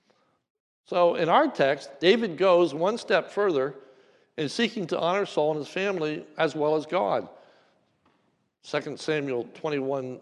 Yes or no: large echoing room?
yes